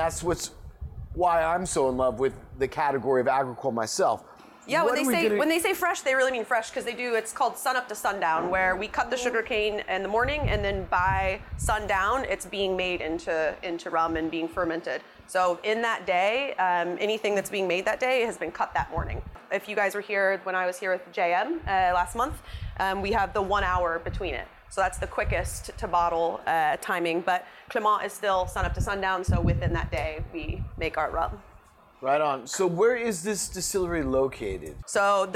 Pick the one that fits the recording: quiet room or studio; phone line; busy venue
busy venue